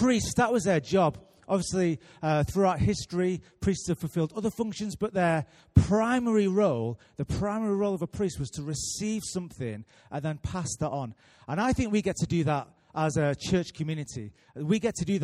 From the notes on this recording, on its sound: Recorded live at Life Church on Sunday 3rd June 2018.